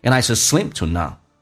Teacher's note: To 在口语化当中直接说成一个 t 加个 a